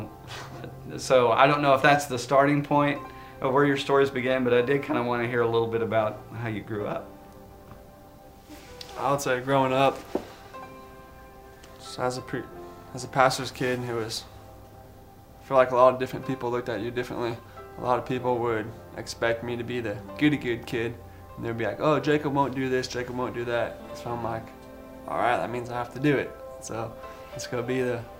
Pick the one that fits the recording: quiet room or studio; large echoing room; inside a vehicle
large echoing room